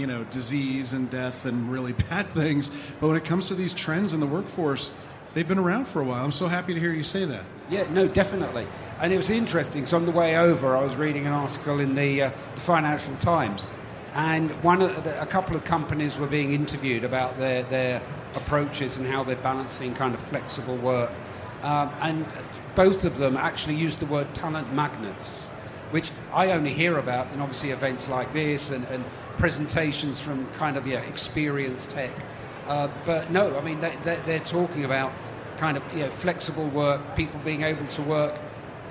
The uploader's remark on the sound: HR Happy Hour - LIVE from the 2023 HR Technology Conference. Join us LIVE from the HR Technology Conference in Las Vegas!